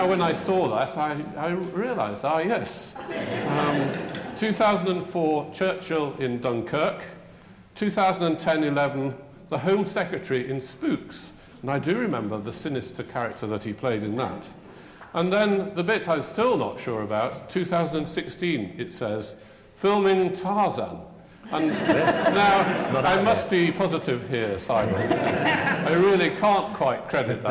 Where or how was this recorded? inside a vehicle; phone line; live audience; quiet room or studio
live audience